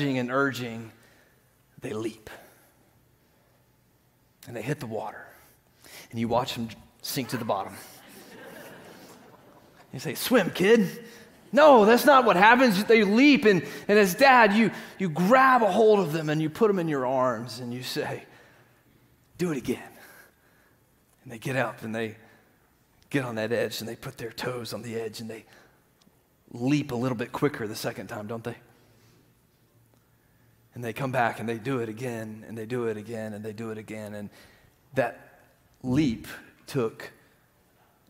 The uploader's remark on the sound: Green Hill Church Live - Second Service.